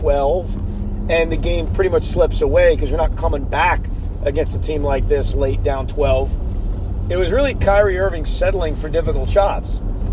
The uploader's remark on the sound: While driving home from Barclays Center.